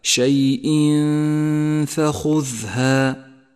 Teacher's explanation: نخفي التنوين بالفاء مع بقاء غنة للتنوين زمنها حركتان ولذلك لونت باللون الأخضر، اقرأه هكذا شيء فخذها. · Term: الإخفاء